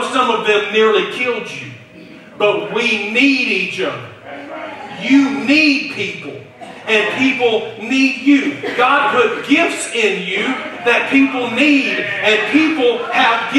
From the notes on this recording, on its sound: Due to technical difficulties, we could not record and stream our service as usual, which is why the audio for this message sounds different than it usually does.